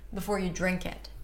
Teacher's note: Everything's connected here. Drink is the primary stress.